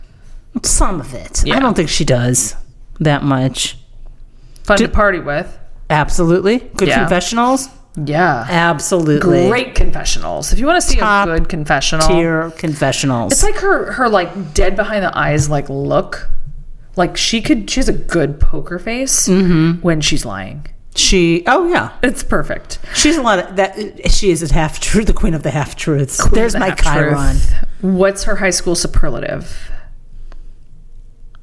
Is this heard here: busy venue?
no